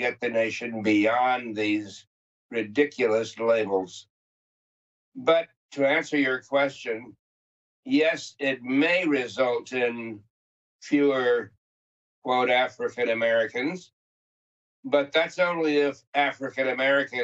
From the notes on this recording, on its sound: via Skype